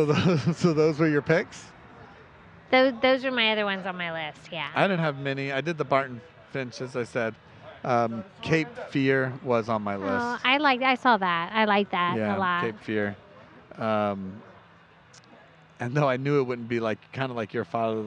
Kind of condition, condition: setting, busy venue